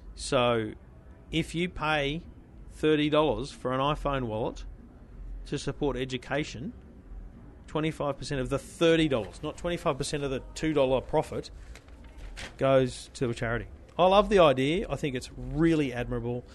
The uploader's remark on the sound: Live From The Consumer Electronics Show In Las Vegas